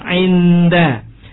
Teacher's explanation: gunnah utawi dengung la inda mboten inda menawi kita ngucap inda ilate niku nempel wonten ing langit-langit ngajeng ainda niku mengke menawi irunge ditutupi suarane ilang ain ha ra · Term: ikhfa